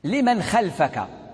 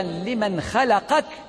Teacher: بين الأوليين لا، بين من قرأ لمن خلفك ولمن خلفك لا تغاير ولا اختلاف، ولكن الذين قرأوا لمن خلقك وقع تغيير في الفاء، فبدل الفاء القاف لمن خلقك